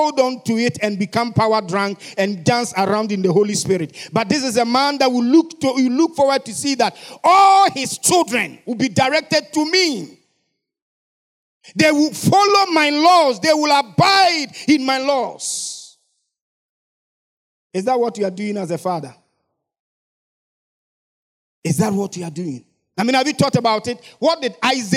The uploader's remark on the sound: Sermon preached at CBC Shiashie Campus